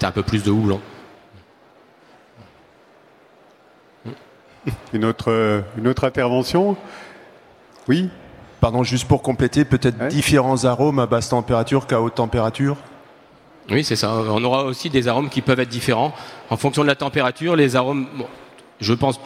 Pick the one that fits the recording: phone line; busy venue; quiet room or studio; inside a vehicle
busy venue